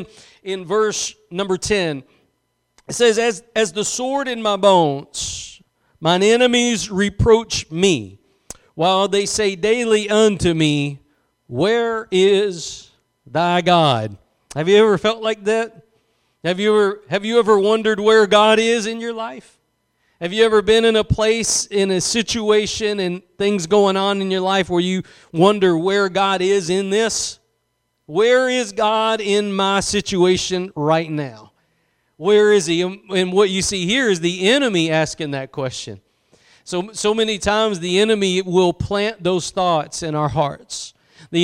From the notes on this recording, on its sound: Preached at Gospel Lighthouse in Bossier City, La.